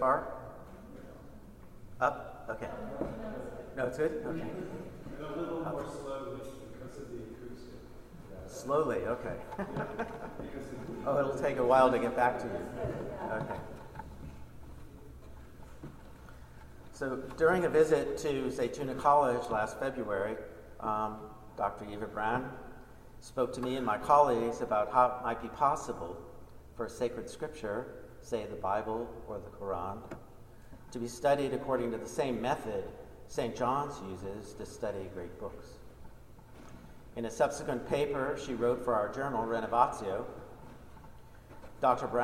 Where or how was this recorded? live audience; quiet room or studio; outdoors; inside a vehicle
live audience